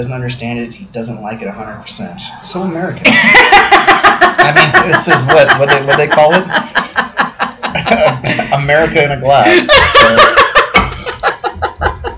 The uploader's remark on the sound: Lot of noise and terrible microphone!